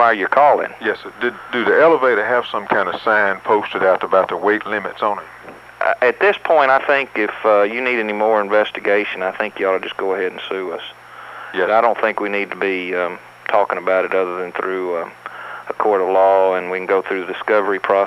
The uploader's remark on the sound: Prank Phone Calls